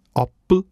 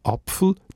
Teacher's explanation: Das alte Germanisch P ist zu Pf geworden